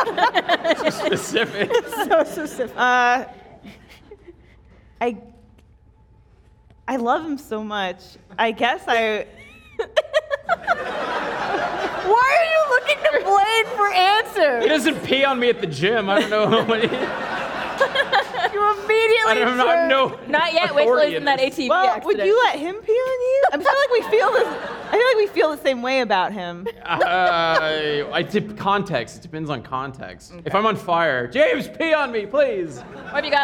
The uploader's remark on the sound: filmed in front of a live audience!